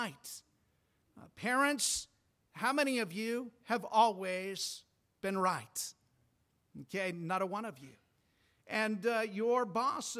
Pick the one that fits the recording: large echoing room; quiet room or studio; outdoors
large echoing room